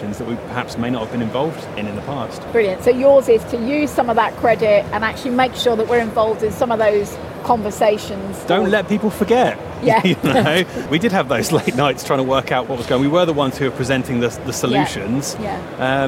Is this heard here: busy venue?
yes